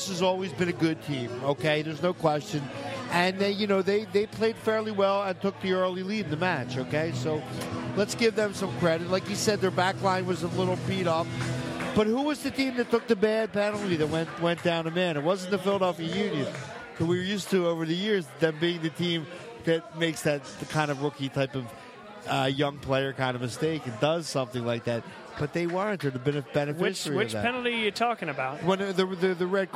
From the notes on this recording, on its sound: Vuvu Soccer was live at Villa Capri in Doylestown!